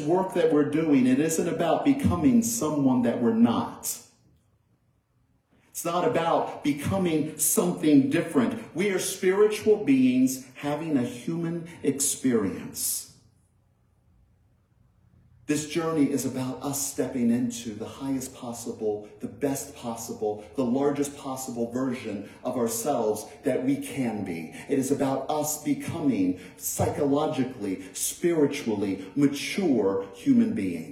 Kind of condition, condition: setting, large echoing room